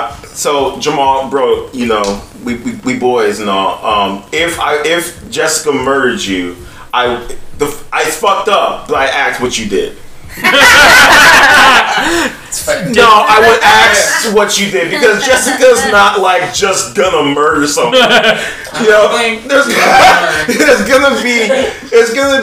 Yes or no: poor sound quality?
yes